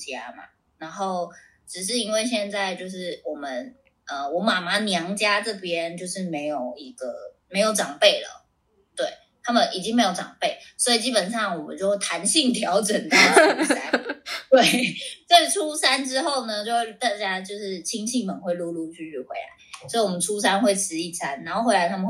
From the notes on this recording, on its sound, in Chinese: 本集由於過年期間錄製，外來聲音影響重疊，加上第一次嘉賓來訪，聲音錄製的品質稍有影響，請各位聽眾見諒。